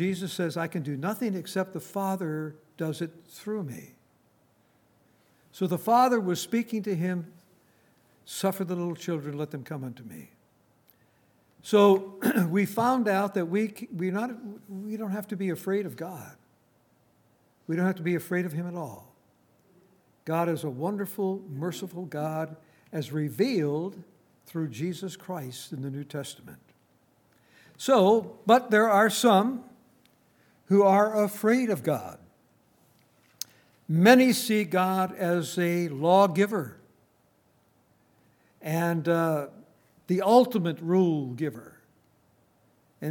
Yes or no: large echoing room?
yes